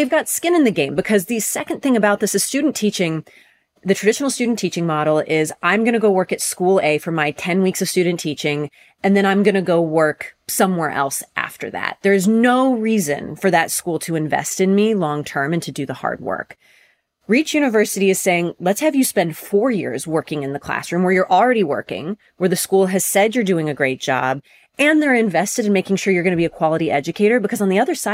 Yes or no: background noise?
no